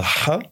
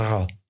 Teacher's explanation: la non-voisée qui est un ha et puis la voisée qui est un ra. Et comme on l'entend dans ma production, ces consonnes-là sont plutôt pharyngales et non pas épilaryngales. · Term: consonnes pharyngales